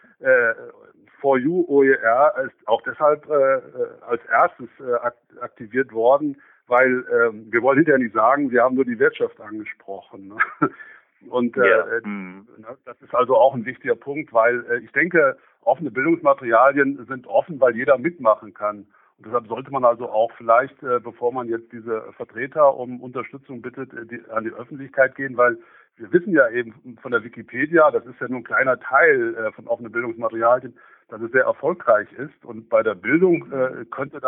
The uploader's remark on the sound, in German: im Telefoninterview